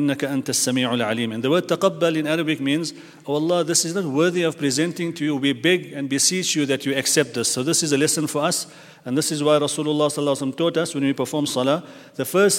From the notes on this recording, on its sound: at the Houghton Masjid (West Street)